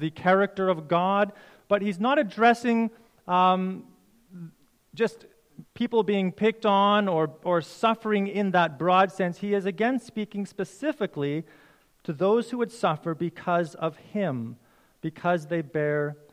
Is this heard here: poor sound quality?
no